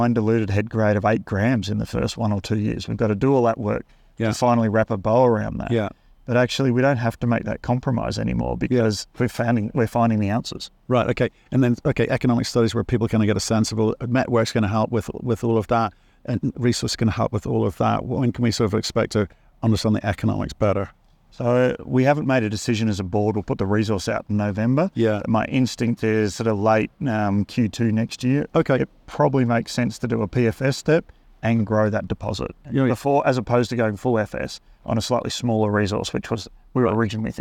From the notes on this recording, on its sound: in an interview at the recent Denver Gold Forum conference